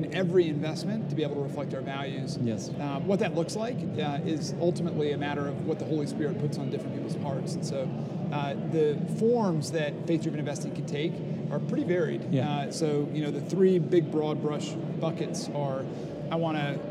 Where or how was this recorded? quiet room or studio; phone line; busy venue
busy venue